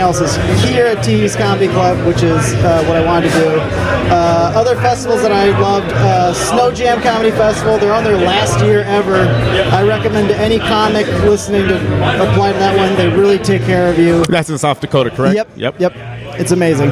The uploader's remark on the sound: Less than 30 minutes before a show at Teehee’s Comedy Club (Des Moines, IA) for the Des Comèdie Comedy Festival 2023